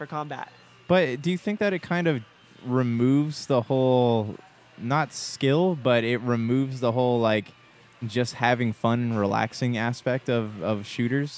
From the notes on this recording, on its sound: Live From Retro City Games Charity Night. Are coming at you live from Henderson, Nevada.